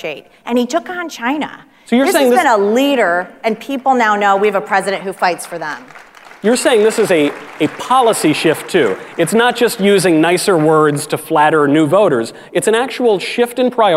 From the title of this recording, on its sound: Live at CPAC